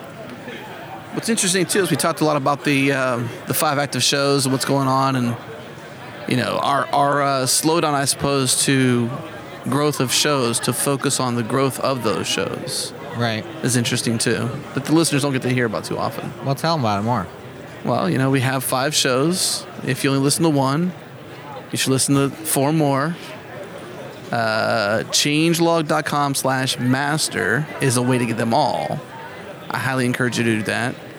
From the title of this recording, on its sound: Live at OSCON 2018 (Backstage #1)